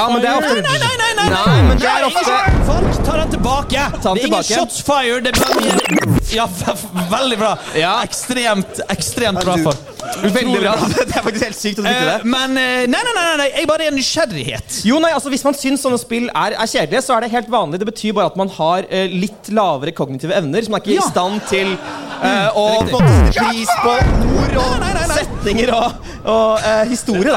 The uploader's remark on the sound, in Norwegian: LIVE FRA TILTCAST 2023. Det var mye folk og ganske dårlig lyd, og derfor følte vi at vi måtte rope en del. I tillegg var eksporten som kom ut dessverre ikke så godt miksa.